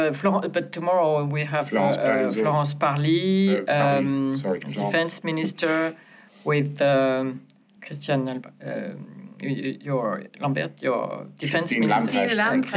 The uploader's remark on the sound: Reporting from Munich Security Conference. Live from the Munich Security Conference (MSC)! In one of the many rooms of the Bayerischer Hof.